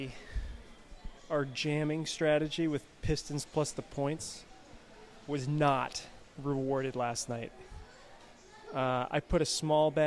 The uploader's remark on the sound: Live from Dimond Slice